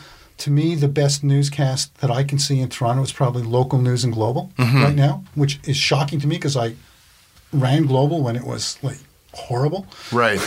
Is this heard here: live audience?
no